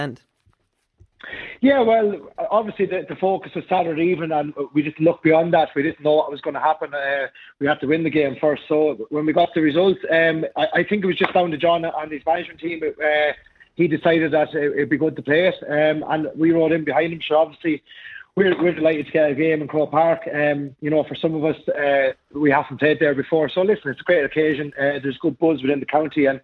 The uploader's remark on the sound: joins on the line